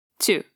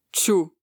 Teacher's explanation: É mais na frente da boca, tchu, e não lá no fundo · Shown in: first take